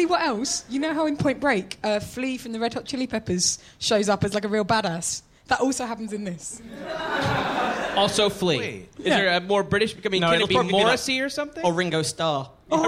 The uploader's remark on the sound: Live in London